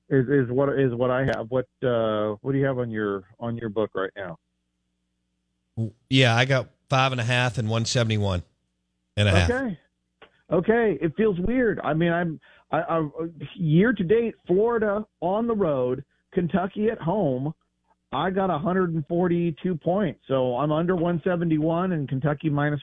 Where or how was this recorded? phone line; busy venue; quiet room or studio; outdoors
phone line